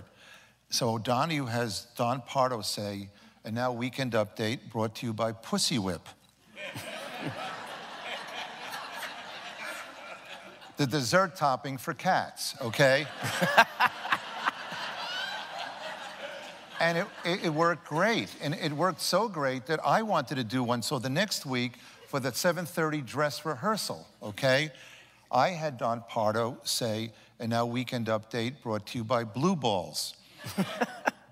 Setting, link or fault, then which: setting, live audience